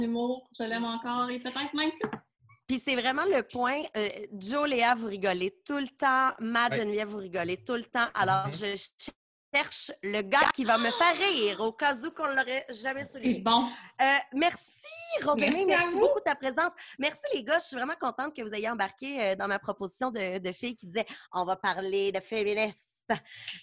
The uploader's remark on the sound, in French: La classe a eu lieue sur Zoom.